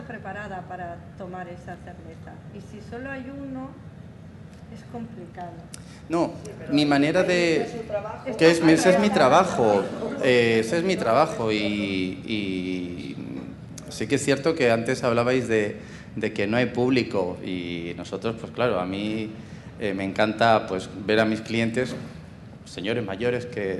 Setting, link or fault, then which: setting, busy venue